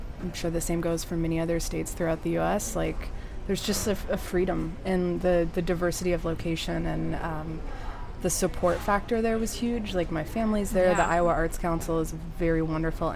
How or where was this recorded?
busy venue